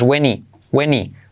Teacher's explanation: esa H la saltamos y hacemos when he